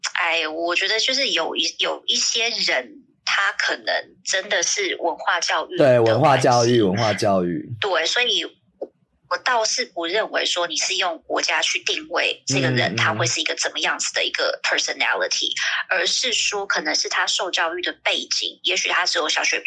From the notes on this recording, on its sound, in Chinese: 遠段錄音 ,音質請見諒。